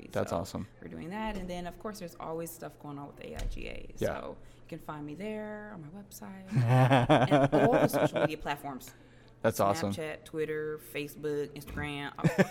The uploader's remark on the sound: Live Interviews from PHX Design Week 2017